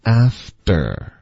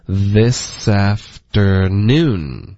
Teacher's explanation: ter 的这个 t 的音会浊化成一个的的音